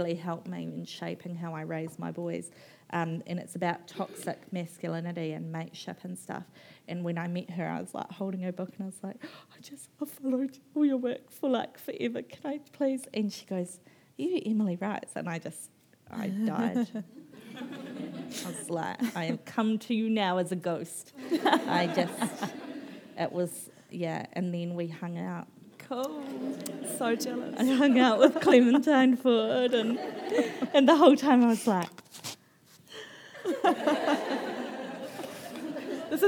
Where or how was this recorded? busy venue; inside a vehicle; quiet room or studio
busy venue